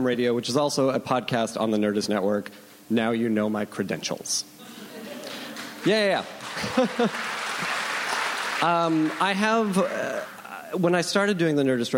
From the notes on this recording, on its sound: Recorded June 5, 2015 at ATX Television Festival.